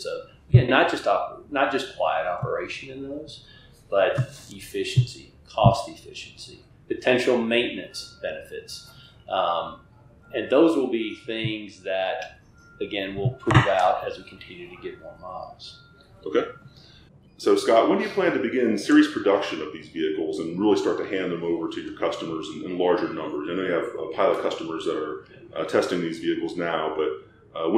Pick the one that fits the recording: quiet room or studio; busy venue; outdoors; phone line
busy venue